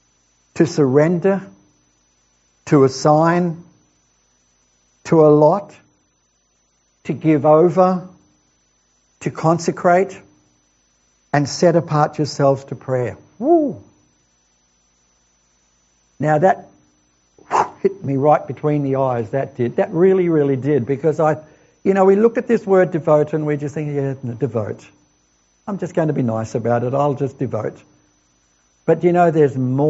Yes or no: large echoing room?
yes